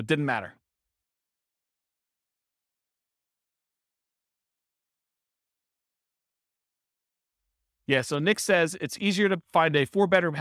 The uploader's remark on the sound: This was a live class recorded